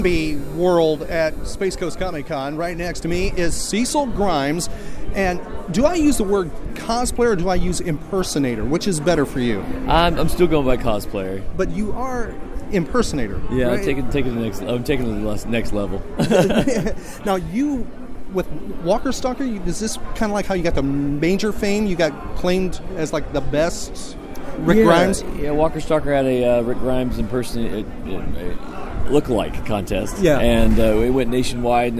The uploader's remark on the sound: was recorded at Space Coast Comic Con.